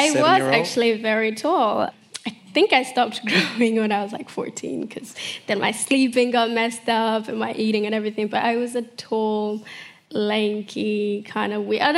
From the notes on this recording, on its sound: On stage at BoF VOICES in 2018.